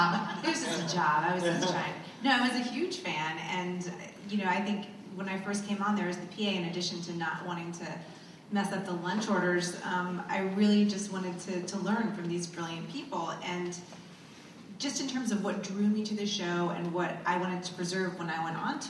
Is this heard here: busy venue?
yes